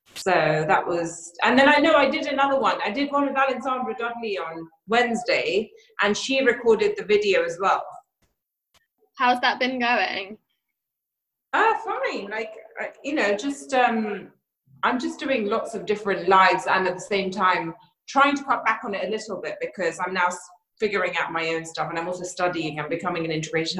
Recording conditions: video call